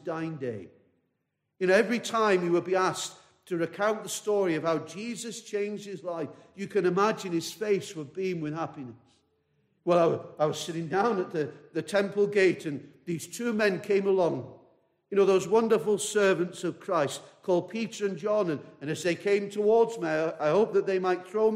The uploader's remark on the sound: This message preached at a baptismal service